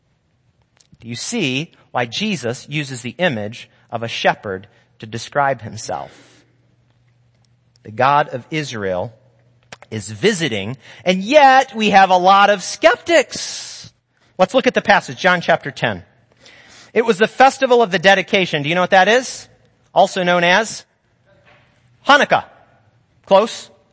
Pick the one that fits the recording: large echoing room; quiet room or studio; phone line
large echoing room